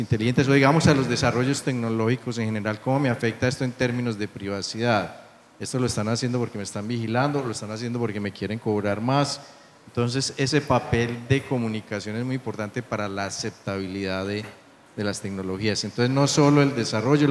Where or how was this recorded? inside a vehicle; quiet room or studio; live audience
live audience